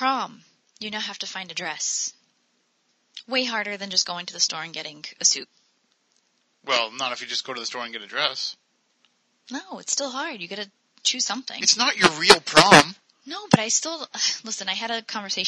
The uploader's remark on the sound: "Spooky Southcoast" prerecorded. AUDIO ISSUES.